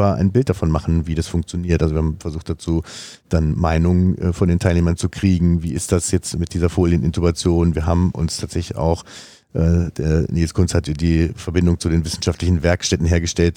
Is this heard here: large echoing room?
no